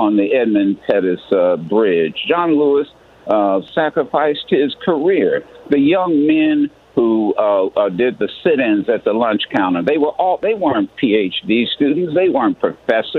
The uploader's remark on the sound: Listeners call